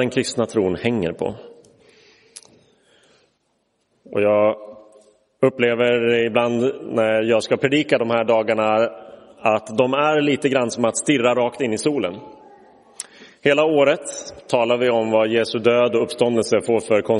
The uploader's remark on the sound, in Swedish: Inspelad i Roseniuskyrkan den 7 april 2023.